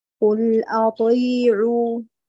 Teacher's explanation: الطاء مجهورة دون همزة